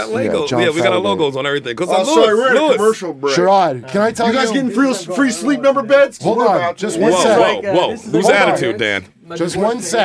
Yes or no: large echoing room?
no